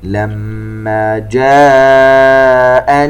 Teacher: نغن الميم المشددة بمقدار 2 حركات. كلمة جاءني، كلمة جاءني فيها مد متصل ومد بمقدار 4 حركات.